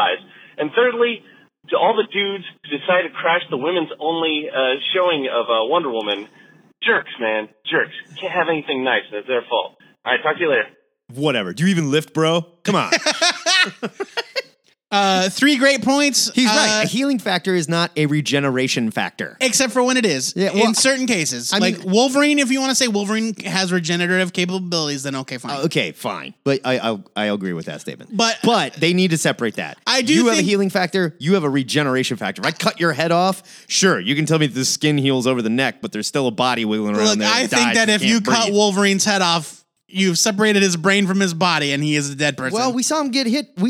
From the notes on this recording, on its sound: We open up the phone lines